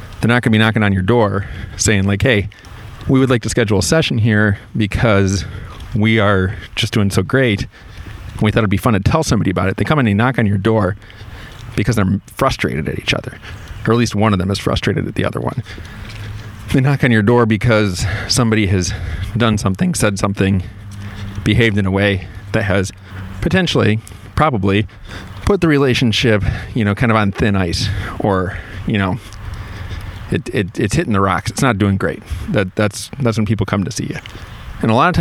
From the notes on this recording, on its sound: This podcast-lecture is the recap of class #2, and I did it while I was walking.